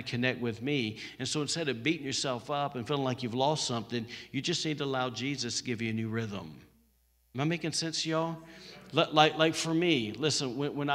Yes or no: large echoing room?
yes